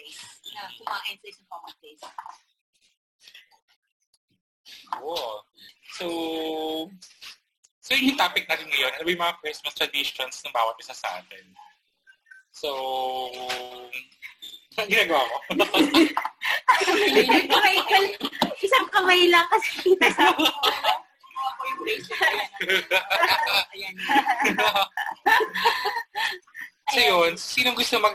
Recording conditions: poor sound quality